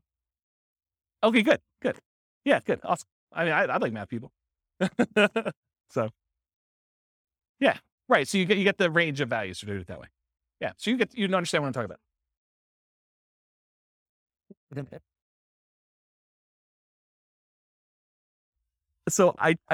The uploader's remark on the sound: This was a live class recorded